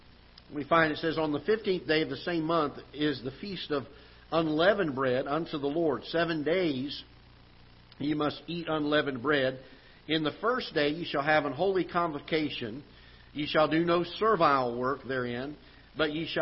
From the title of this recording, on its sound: Ketha Heights Baptist Church ~ Live Broadcast